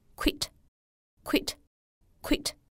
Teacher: 它的发音啊没有双元音，只有一个非常短促有力的单元音 e 的发音 · IPA: [kwɪt]